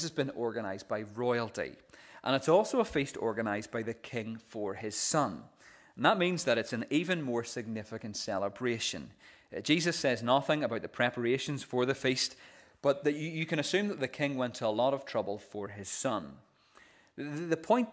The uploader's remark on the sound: This is the recording of the Bible reading and sermon from our morning service.